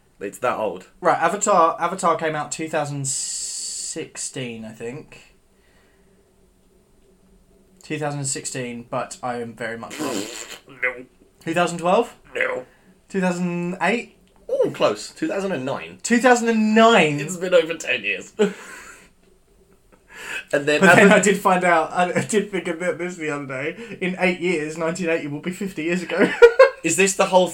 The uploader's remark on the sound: This was recorded on a dark Tuesday evening, on a 15 year old USB Microphone.